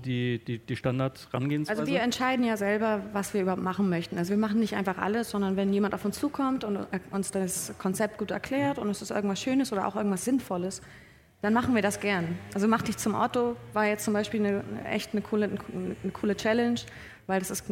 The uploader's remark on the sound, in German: Diese Spezialfolge von „Praktisch Faktisch“ ist eine Aufzeichnung vom Campfire-Festival 2019 in Düsseldorf. Im RP-Zirkuszelt.